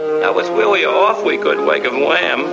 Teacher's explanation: And of course, Elmer Fudd is a comedy character, but what he's doing when he is using W's instead of L's and R's